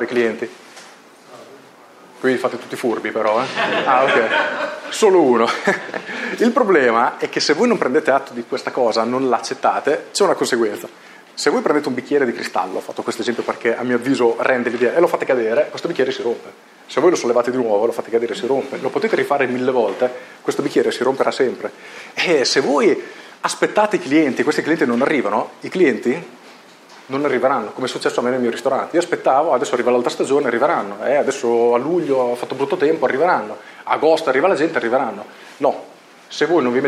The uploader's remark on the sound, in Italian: la live dell’intervento che ho tenuto al Genius Club di Bologna